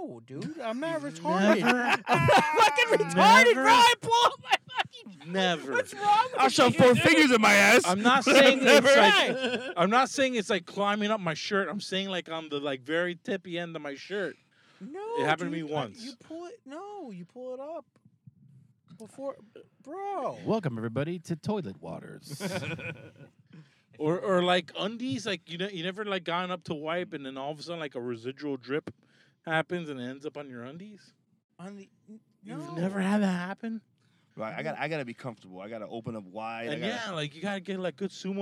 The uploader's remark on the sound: we are in the car